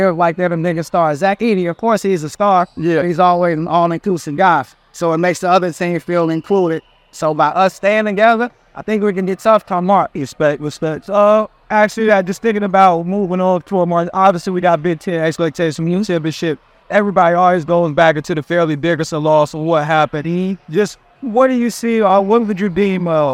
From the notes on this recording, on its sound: Live From Crew Life Camp. From their annual Crew Life Youth Basketball Camp in Fort Wayne, Indiana.